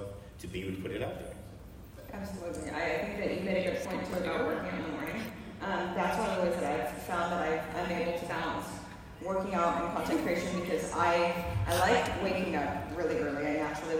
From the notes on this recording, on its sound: TwitchCon 2023 Fitness Panel. The panel that I spoke on at this year's TwitchCon.